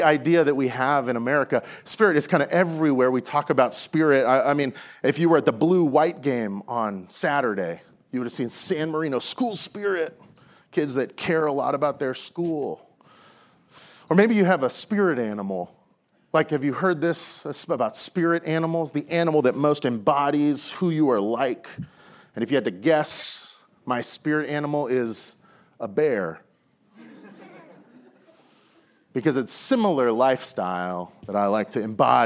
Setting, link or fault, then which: setting, large echoing room